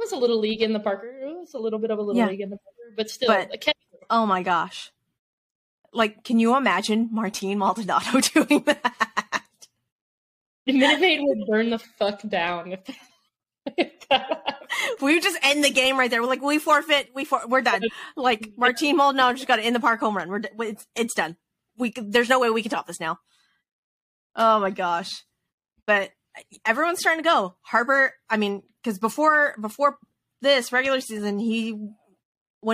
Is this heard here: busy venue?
no